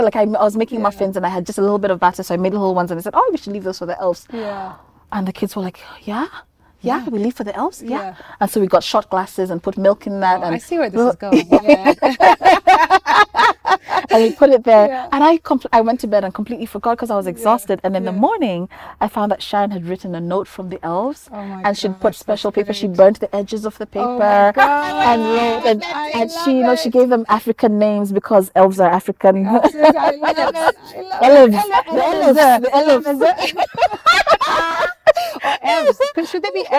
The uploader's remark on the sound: This episode was recorded outside, hence the sounds of nature